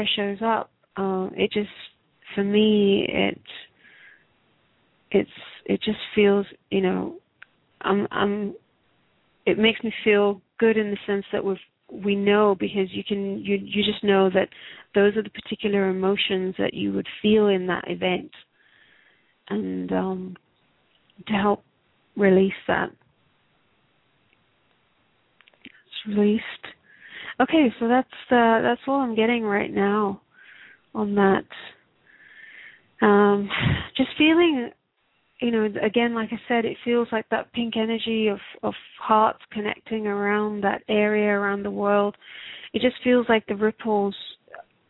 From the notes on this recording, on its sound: Takes your calls for healing live today!